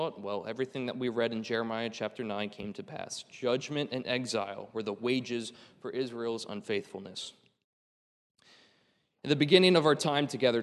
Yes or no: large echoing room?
yes